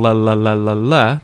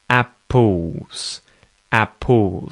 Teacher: it's the dark L there at the end of apples. · Shown in: second take · So, I'm not actually saying L, la, la, la, la, la, the light L.